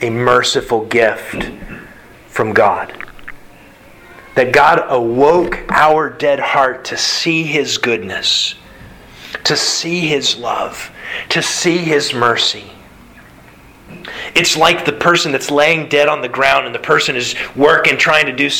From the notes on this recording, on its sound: Sermon delivered Sunday March 20th, 2022 to the Galena Bible Church